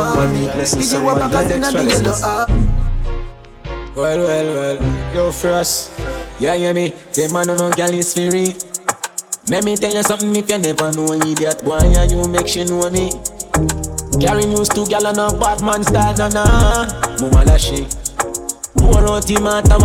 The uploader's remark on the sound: LIVE AUDIO! Live Audio recording of my segment at Island Saturdays in Providence, RI.